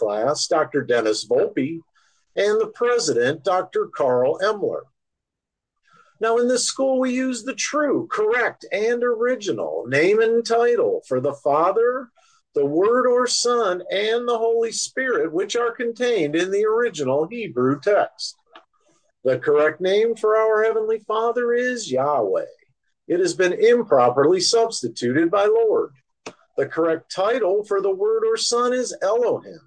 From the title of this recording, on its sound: Oceanside Zoom Class